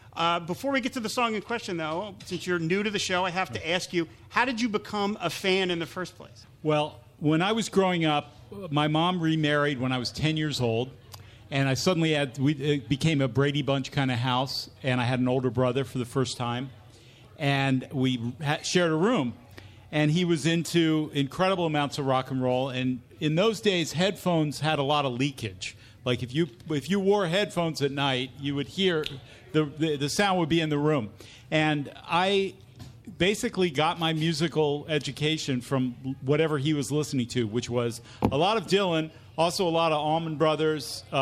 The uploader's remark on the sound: Pod Dylan Live! Recorded live on July 28, 2019 at The Tattooed Mom on South St.